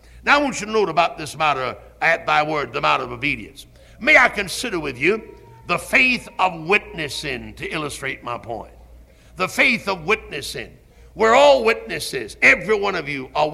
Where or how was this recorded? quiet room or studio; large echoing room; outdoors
large echoing room